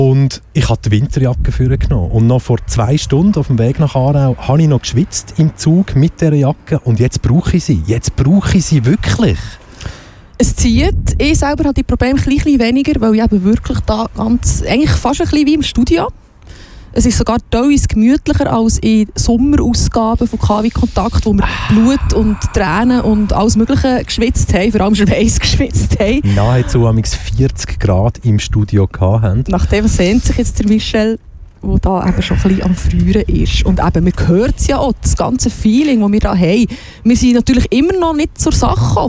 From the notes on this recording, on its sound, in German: Wir sprechen live vor der Torfeld Süd-Brache. Wir wollten die Stimmung live einfangen und haben unseren Sendebus auf der Einfahrt zur Brache parkiert.